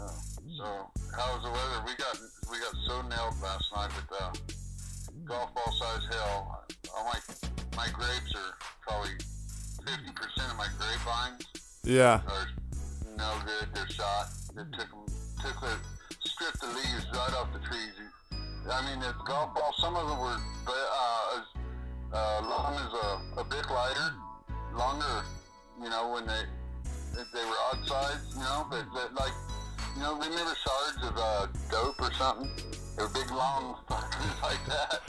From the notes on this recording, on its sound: a phone call from my dad and calling random numbers.